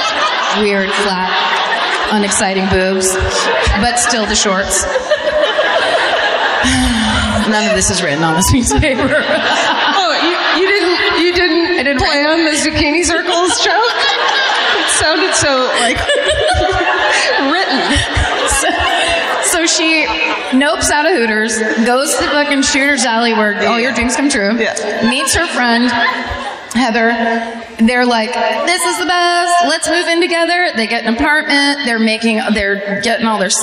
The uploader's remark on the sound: Live at the Fox Theatre in Atlanta.